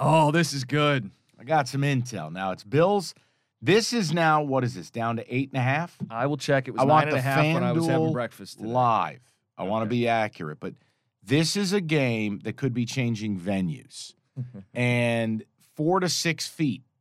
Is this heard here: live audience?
no